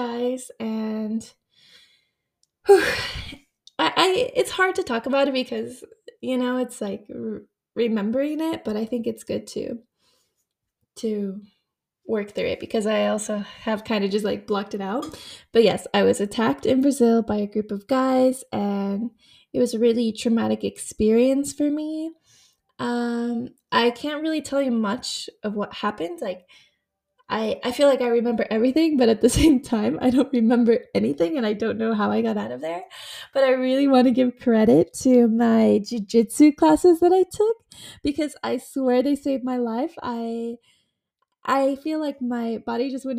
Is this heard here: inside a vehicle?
no